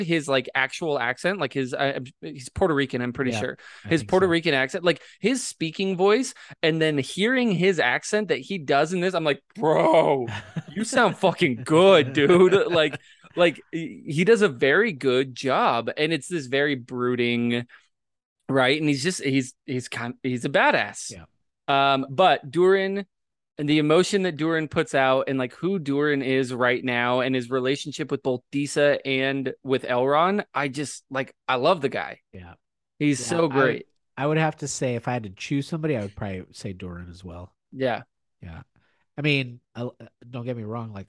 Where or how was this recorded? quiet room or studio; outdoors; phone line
quiet room or studio